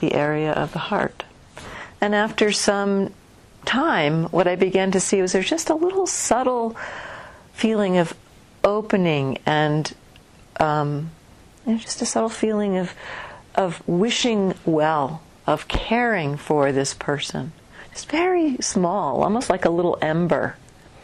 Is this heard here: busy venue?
no